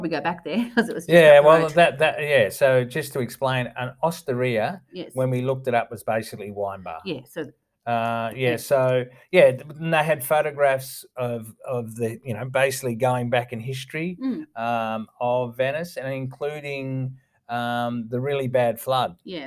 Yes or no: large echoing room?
no